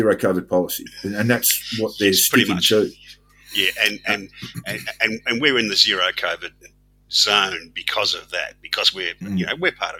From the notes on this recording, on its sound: The sound is shocking - but microphones are being bought and the situation shall be rectified.